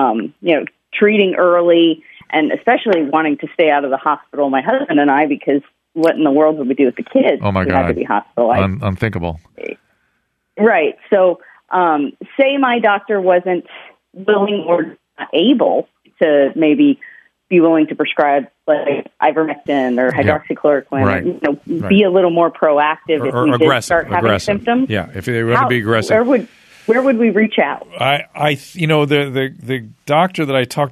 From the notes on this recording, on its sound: Listener Phone Calls. Goes to the phones and answers listener calls!